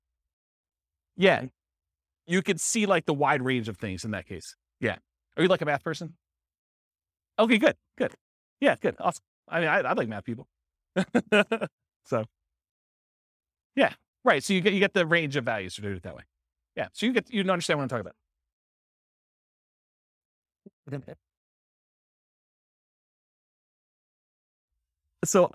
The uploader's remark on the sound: This was a live class recorded